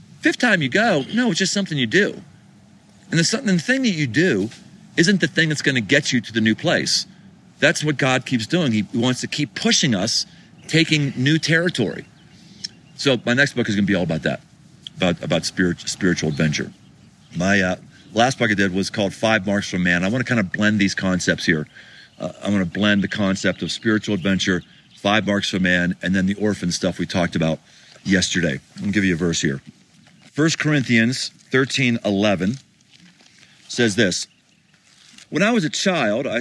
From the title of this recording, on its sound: Live from Pikes Peak